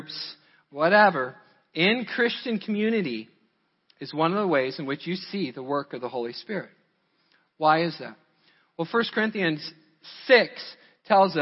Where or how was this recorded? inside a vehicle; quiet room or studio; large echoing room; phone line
large echoing room